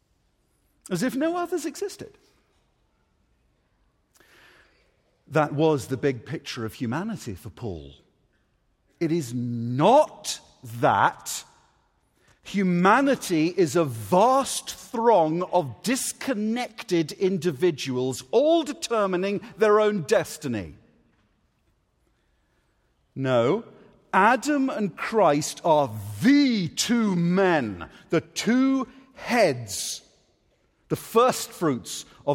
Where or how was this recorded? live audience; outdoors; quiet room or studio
live audience